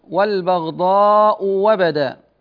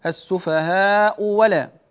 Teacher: وقد قرأ ورش في هذه الصورة بتحقيق الهمزة الأولى وإبدال الثانية واوا خالصة